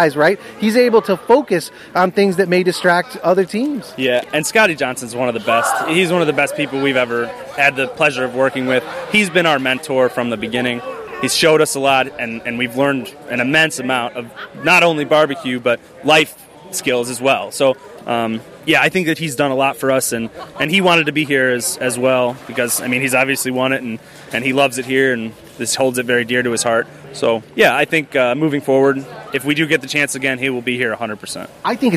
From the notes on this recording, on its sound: Live from The Jack Daniel&#8217;s World Championship Invitational. Live from The Jack Daniel’s World Championship Invitational.